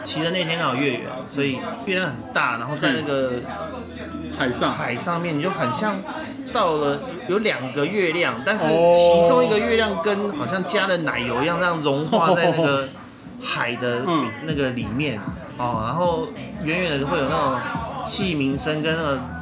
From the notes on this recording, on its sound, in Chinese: 本集白噪音指數：北風級 4/5。於各種白噪音環繞的居酒屋中。錄音地點： 下班去哪居酒屋（已歇業）。